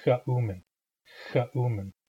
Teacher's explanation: the X is made at the back of the tongue, up in the mouth. Ch, ch.